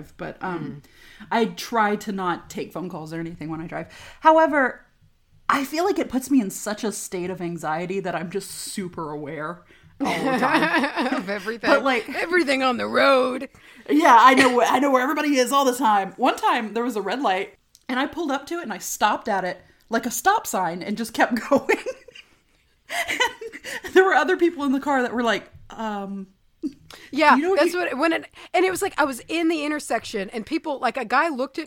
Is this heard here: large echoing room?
no